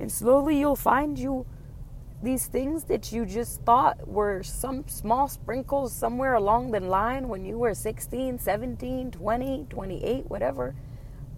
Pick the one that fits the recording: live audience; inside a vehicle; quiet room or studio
inside a vehicle